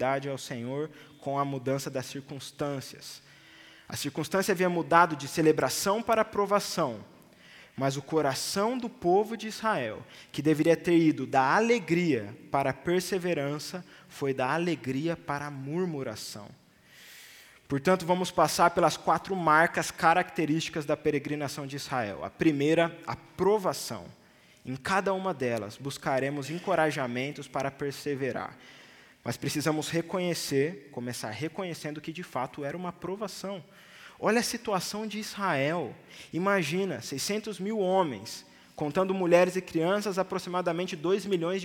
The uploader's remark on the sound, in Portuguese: Mensagem gravada na Igreja Batista Jardim Minesota em 04/06/2023.